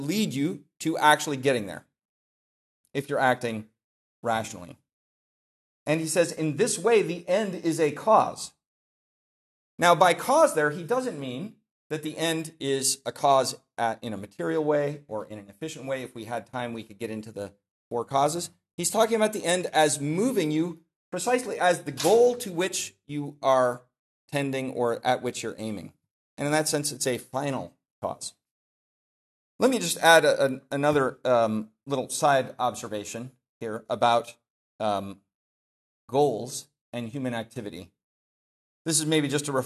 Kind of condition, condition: setting, large echoing room